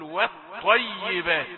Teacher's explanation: تدغم اللام في الطاء · Term: شمسية